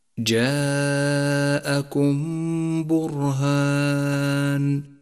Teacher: جاء بعدها حرف الباء وهو حرف الإخفاء الشفوي الوحيد، فالواجب هنا إخفاء الميم بالباء التي بعدها، فلا نجافي بين الشفتين عند نطقها ولا نضغط عليهما · Term: إخفاء شفوي